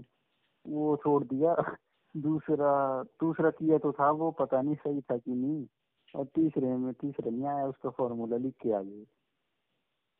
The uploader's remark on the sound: A phone call talk